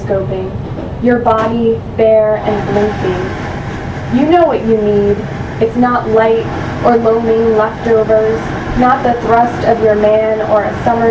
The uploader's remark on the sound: I did some stealth recording at an open mic in Annapolis